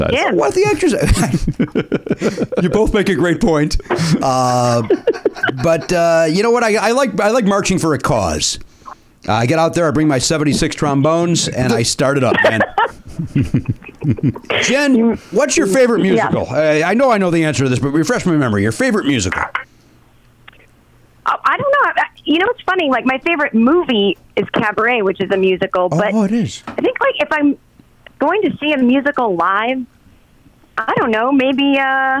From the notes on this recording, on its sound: take phone calls from past guests